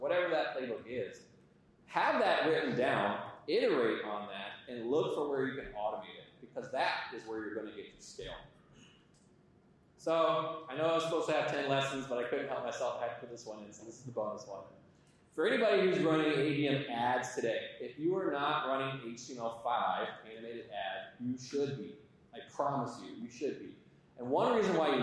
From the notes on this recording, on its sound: Audience Q&A